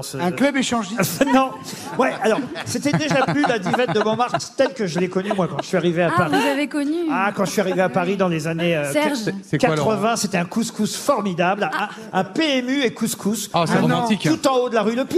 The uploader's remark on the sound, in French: En live depuis Roanne. Invité exceptionnel des Grosses Têtes à Roanne.